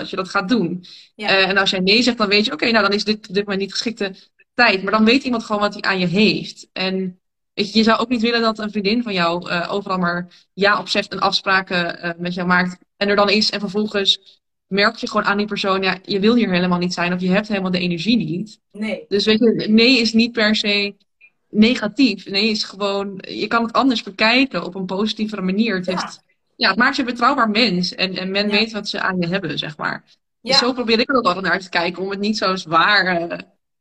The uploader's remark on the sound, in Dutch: een gesprek dat ik live via Instagram had